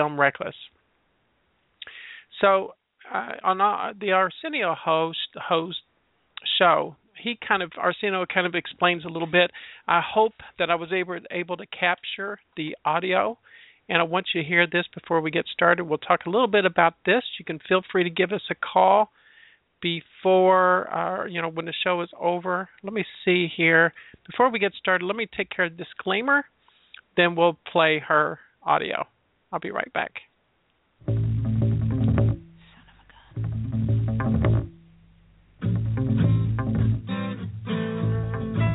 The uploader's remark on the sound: We will be taking live callers as well.